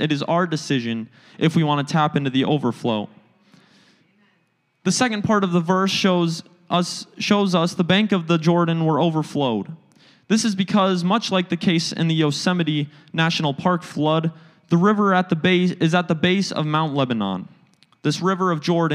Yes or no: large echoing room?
yes